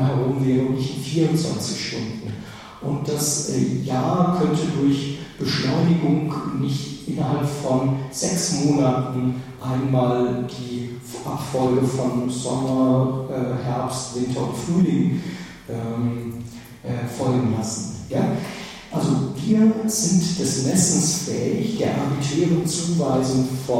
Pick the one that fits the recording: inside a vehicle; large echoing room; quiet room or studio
large echoing room